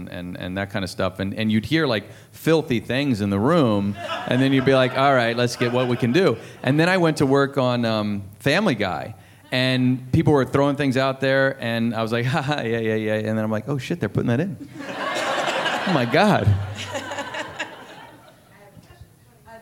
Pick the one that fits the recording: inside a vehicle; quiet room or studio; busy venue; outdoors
busy venue